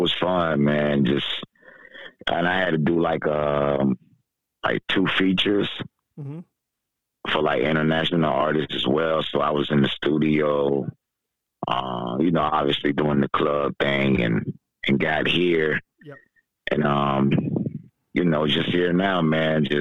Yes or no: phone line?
yes